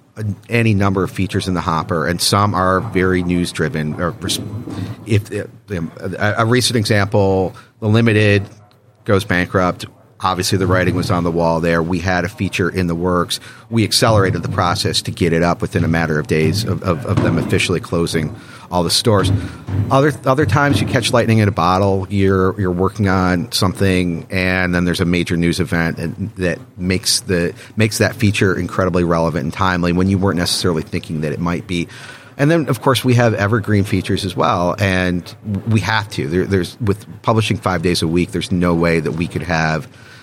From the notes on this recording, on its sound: interview live from the NRF Big Show